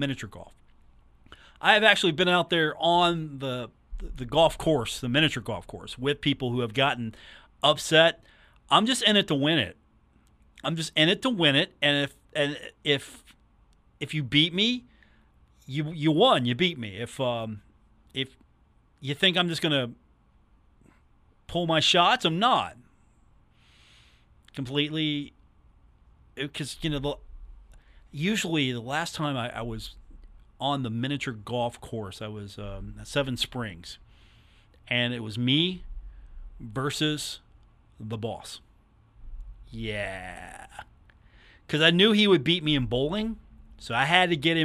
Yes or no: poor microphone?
no